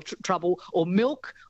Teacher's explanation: I don't think I pronounce the L in milk. I have to be articulating it very carefully to say milk. · Term: L's turning into W's